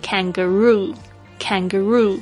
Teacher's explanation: 你就会发现这个“roo”讲得好重哦